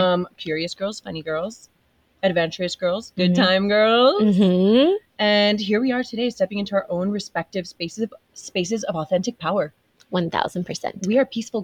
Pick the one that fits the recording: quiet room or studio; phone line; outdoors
outdoors